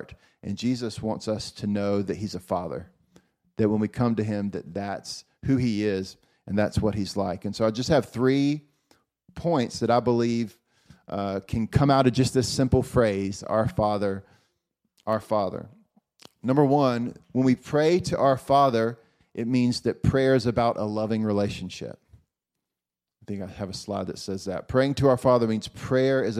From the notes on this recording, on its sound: Recorded at Faith Hope Love House of Prayer in Columbus, OH in April 2023.